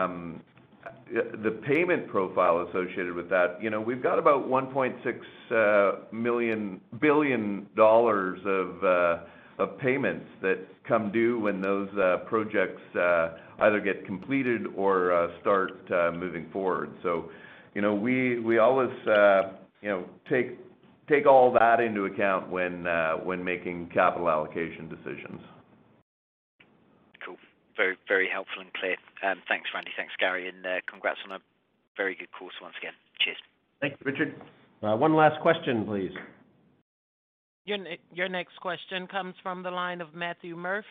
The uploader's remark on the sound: First quarter 2021 earnings call for Wheaton Precious Metals Corp.